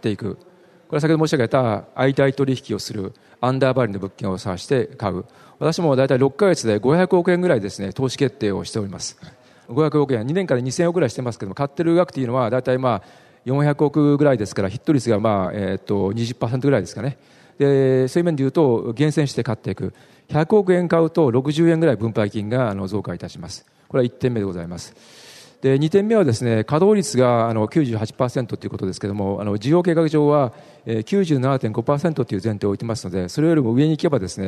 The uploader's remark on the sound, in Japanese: ２月２０日に東京証券取引所で開催した「J-REITファン2016」に登壇した日本賃貸住宅投資法人のIRセミナー